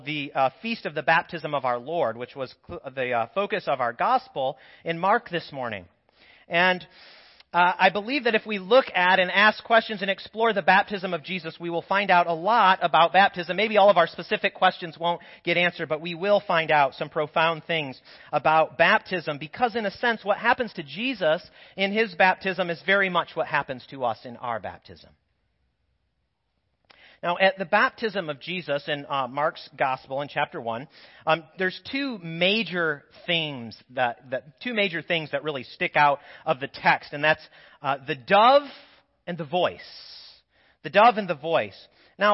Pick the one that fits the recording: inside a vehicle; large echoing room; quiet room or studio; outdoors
large echoing room